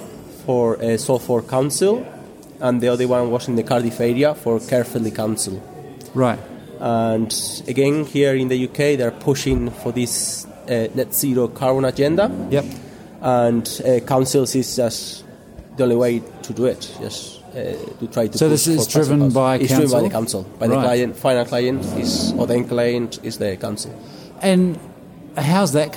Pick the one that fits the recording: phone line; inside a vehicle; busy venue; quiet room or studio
busy venue